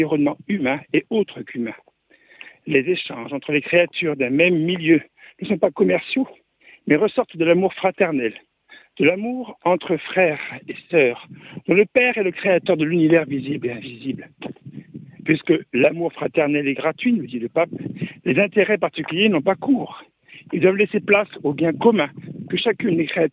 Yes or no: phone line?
yes